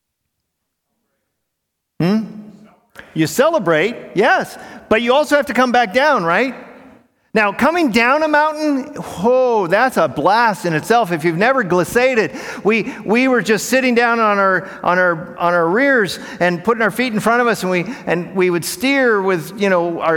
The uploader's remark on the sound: In this talk from Monday morning of the 2023 Propel Conference